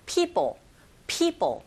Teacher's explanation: People 해도 되는데 이 뒤에 나오는 p 사운드는 조금 된소리 현상처럼 들리시게 될 거예요